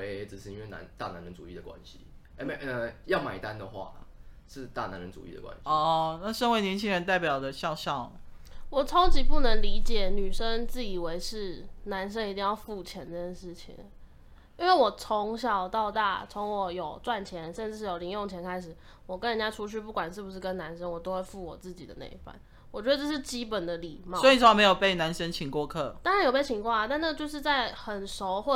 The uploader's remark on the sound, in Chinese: 收音最近都有忽遠忽近的問題